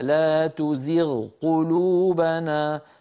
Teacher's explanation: التقى الغين وهي من أدنى الحلق مع القاف وهي من أقصى اللسان